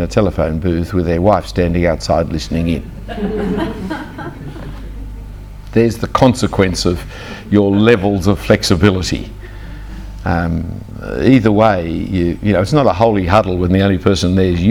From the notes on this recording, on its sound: Talks given at the Challenge Conference 2013 in Tasmania.